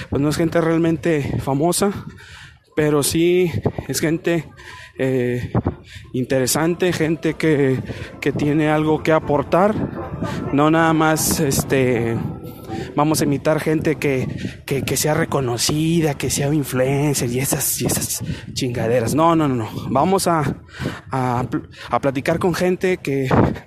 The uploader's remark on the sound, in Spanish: caminaba por las hermosas calles de Monterrey, N.L.